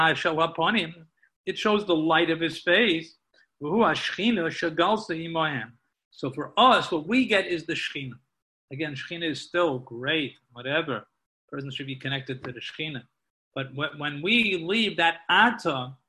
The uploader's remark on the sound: Live on Zoom